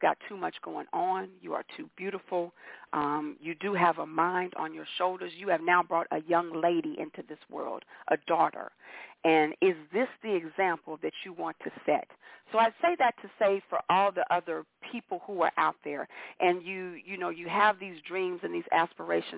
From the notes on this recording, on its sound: your phone calls